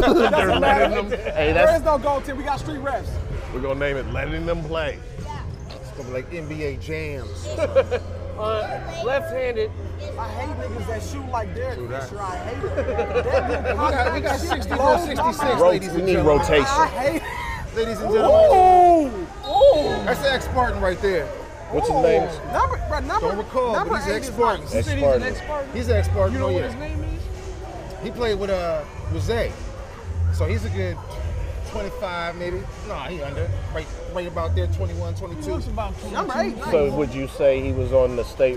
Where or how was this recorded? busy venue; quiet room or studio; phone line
busy venue